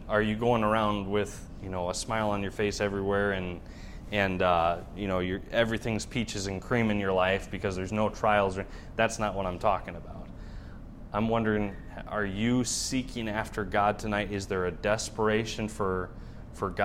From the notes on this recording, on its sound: Wednesday evening message preached from the pulpit of Shawano Baptist Church